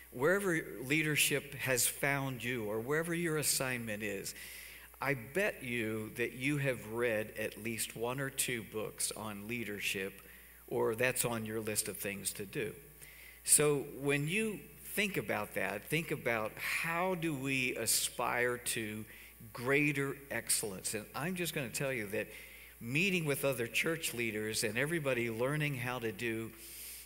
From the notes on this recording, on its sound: Cornerstone Fellowship Sunday morning service, streamed live on February 7, 2021, Wormleysburg, PA.